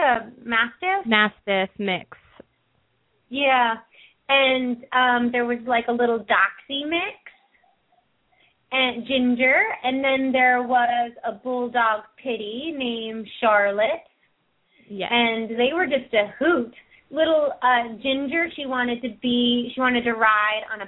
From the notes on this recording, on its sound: open up the lines for listeners to call